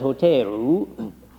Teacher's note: And, of course, the L turns into an R. Hotel is hoteru.